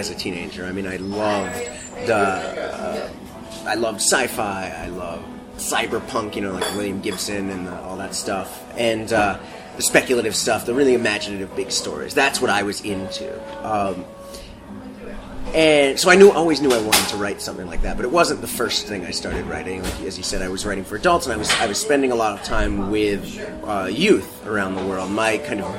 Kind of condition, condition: setting, busy venue